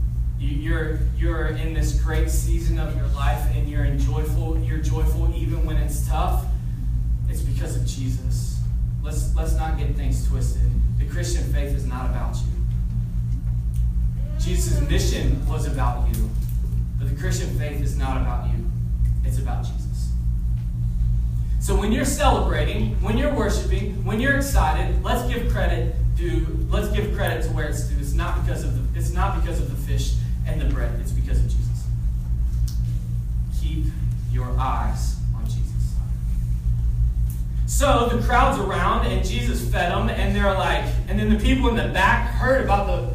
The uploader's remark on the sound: We had some technical difficulties and had to find an alternative way to record this week. You may need yoru volume all the way up for this recroding.